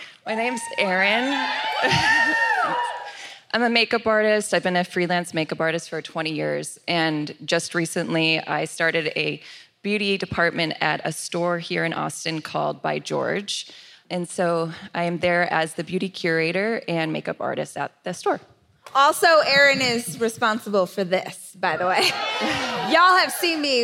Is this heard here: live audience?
yes